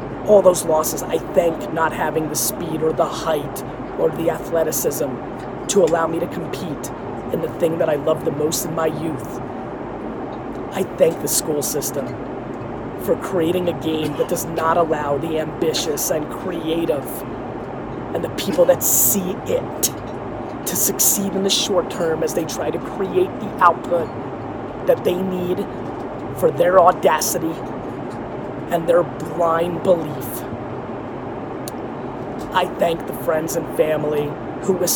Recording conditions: phone or laptop microphone